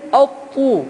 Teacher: عبارة عن حرفين أول ساكن أط بدون قلقلة